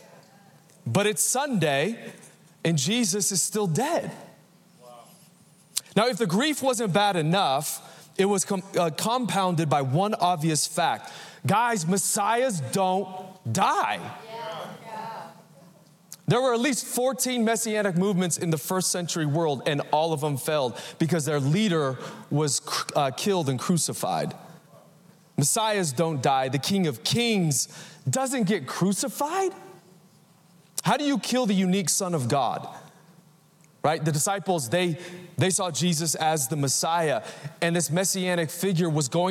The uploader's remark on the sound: Recorded live at Capital Church in Meridian, Idaho Easter Sunday 2023